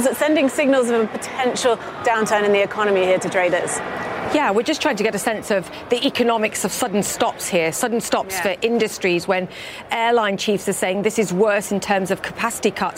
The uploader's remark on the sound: live from the New York Stock Exchange